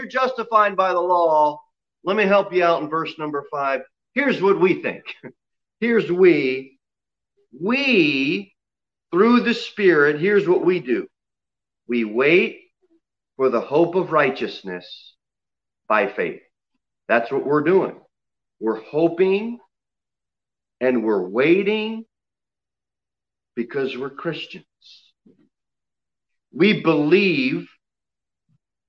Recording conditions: large echoing room